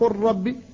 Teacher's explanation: قل ربي هذا بين المتجانسين، فاللام والراء، اللام ساكنة والراء محركة، وهما متجانسان فحصل الادغام